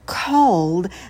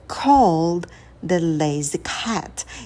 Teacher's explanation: Called на к добавляем придыхание. И далее долгий О.